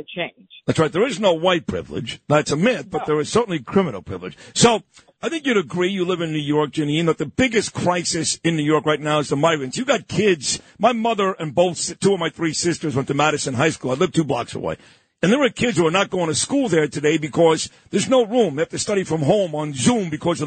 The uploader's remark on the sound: calls